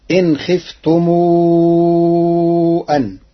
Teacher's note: قرأ ورش كلمتي إن خفتم أن بصلة ميم الجمع بضمها ثم يمدها مدا مشبعا فتصير هكذا إن خفتم أن.